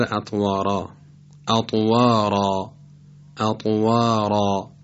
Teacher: این را درشت تلفظ میشه و الف بعد از را هم به تبع حرف را درشت تلفظ میشه، شبیه الفی که بعد از حروف استعلا قرار داره. · Term: تفخیم